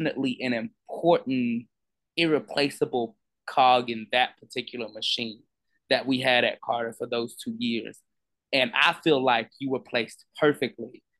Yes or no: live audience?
no